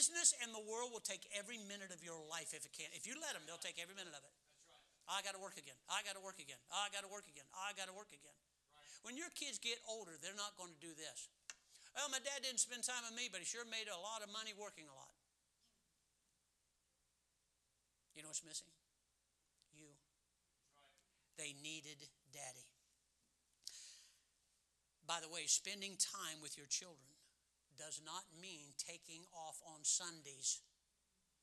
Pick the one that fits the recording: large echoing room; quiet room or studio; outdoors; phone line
large echoing room